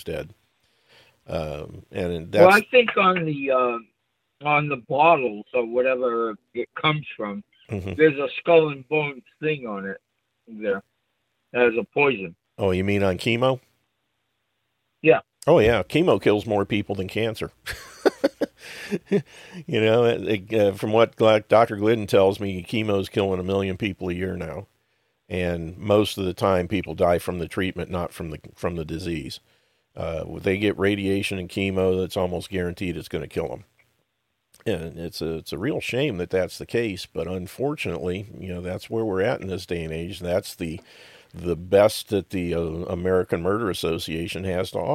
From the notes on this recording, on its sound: takes questions from the Jitsi room and phones